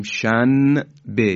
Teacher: نون رو خوب اظهار نمی کنیم و در حقیقت قلب به میم میشه، تبدیل به میم میشه